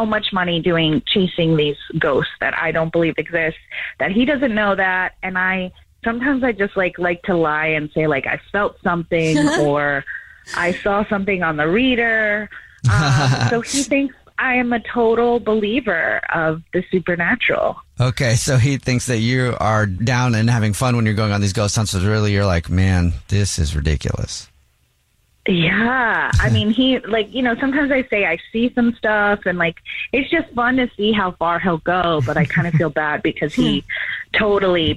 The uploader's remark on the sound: One of our listeners is on the phone